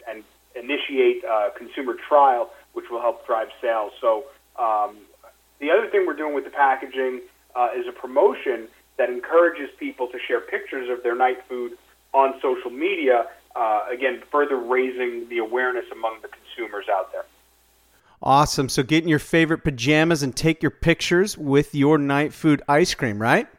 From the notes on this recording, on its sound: called in to SmallCapVoice.